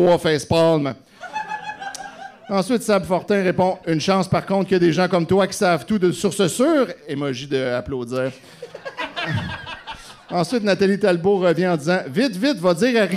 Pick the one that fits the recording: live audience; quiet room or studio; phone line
live audience